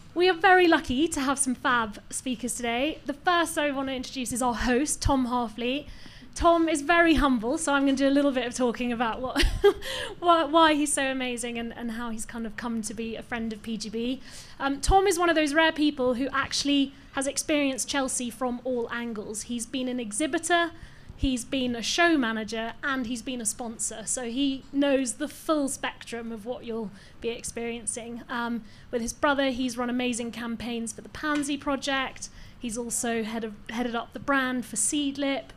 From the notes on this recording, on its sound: Recorded live at The Conduit in London.